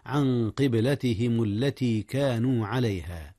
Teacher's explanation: قلقلة الباء في قبلة، حيث جاءت ساكنة